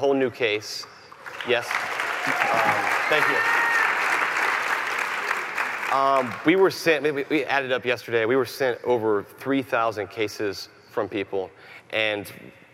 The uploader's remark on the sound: Live from CrimeCon 2018